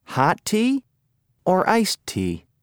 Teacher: Notice the intonation rises and then falls in questions that ask a choice.